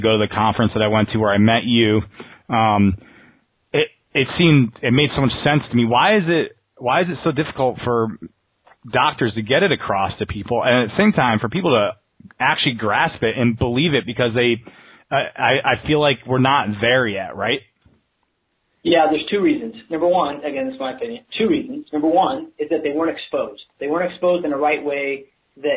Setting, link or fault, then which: link, phone line